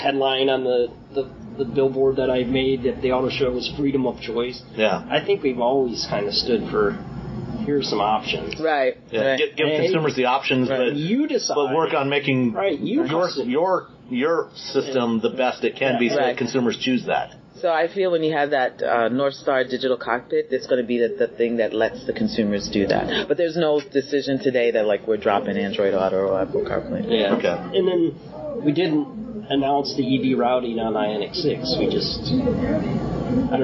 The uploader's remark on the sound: Instead of news we’ve got interviews that we recorded at the 2023 New York Auto Show.